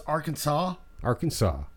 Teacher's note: A in each syllable with the Italian sound.